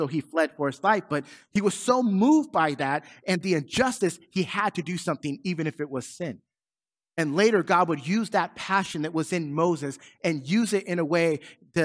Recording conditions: large echoing room